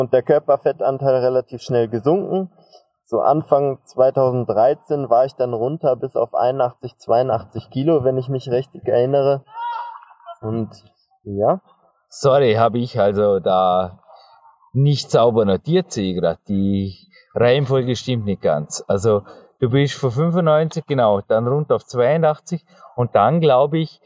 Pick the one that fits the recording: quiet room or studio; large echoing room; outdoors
outdoors